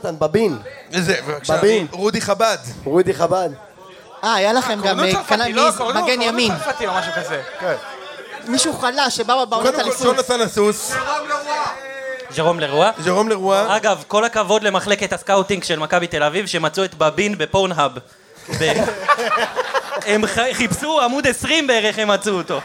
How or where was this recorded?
live audience